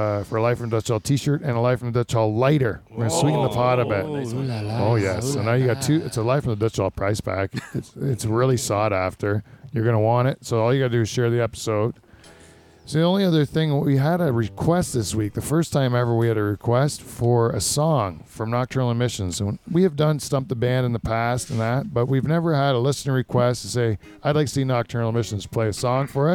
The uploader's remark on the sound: The Dutch Hall turns into a Dutch oven in this hot addition of Live From the Dutch Hall.